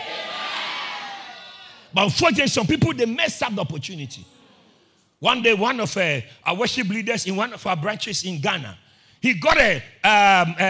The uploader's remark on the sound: Preached at Christ Oilfields